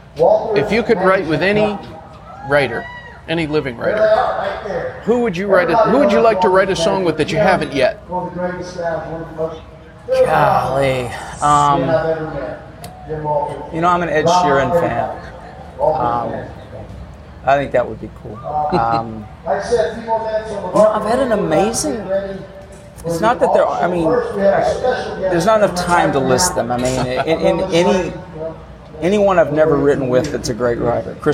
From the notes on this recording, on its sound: At the 18th annual John Jarrard Foundation concert at the Brenau University Front Lawn in Gainesville, Georgia. There's a lot of background noise, but you can understand the conversation.